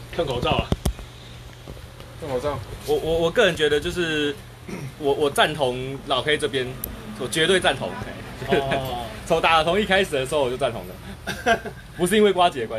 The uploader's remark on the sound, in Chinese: 錄音機沒收到聲音…錄音地點：牽咖啡。